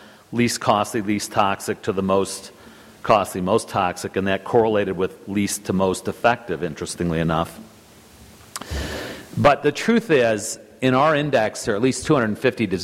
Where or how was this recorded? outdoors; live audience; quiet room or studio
live audience